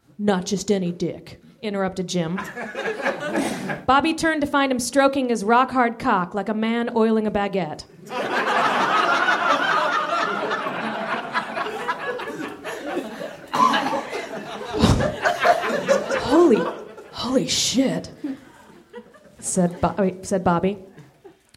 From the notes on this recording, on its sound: Recorded at Nerdmelt Theater, June 18 2013.